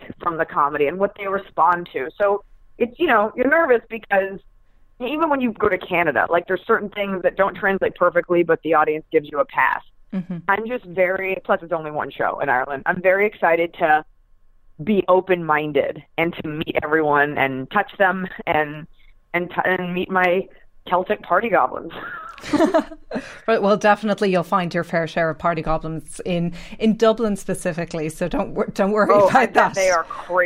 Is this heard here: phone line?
yes